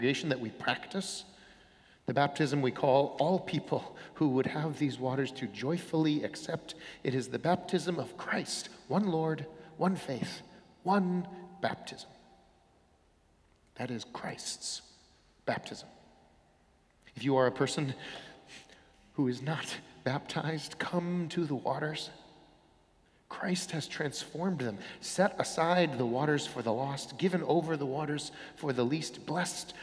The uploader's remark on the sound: Sermons from Old South Church in Boston